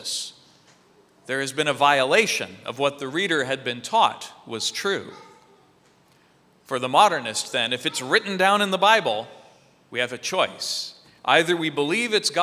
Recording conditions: large echoing room